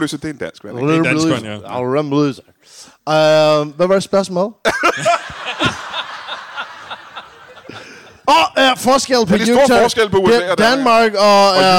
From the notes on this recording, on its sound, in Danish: Optaget foran et mageløst live publikum på det altid magiske Ramsømagle Forsamlingshus.